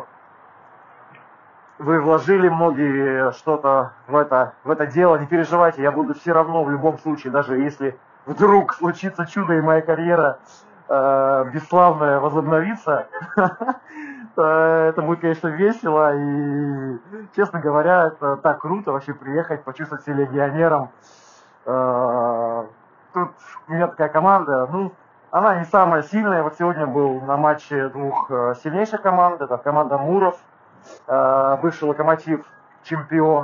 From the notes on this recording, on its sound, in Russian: ПЛОХОЕ КАЧЕСТВО ЗВУКА.